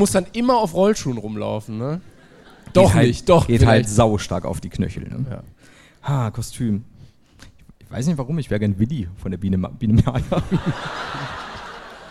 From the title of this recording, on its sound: LIVE in Leipzig